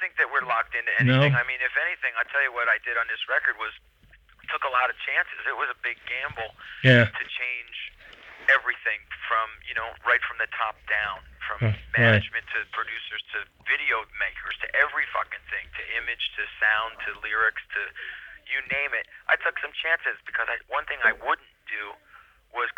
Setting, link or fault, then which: link, phone line